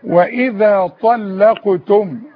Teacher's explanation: اللام مرققة، اللام بين الطاء التخينة والقاف التخينة، وهي زي الغزالة.